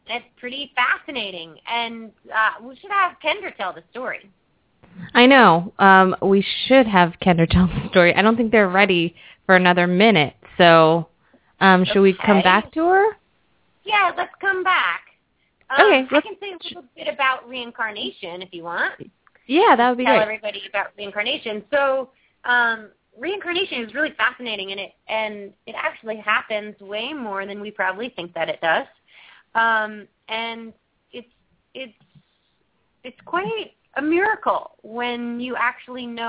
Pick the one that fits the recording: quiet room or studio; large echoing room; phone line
phone line